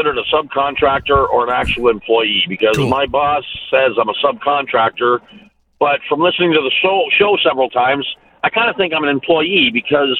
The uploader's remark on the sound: he answers your phone calls